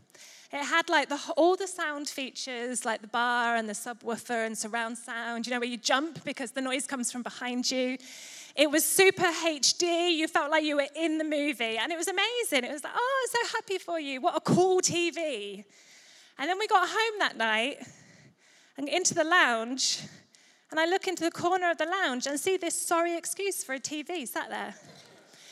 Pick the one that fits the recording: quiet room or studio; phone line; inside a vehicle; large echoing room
large echoing room